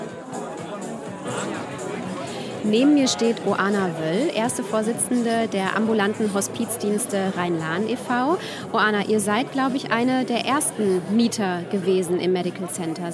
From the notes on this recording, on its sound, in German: Auf dem Sommerfest des Medical Centers. Das HÖRlokal war mit seinem Mikrofon dabei und hat sich umgehört.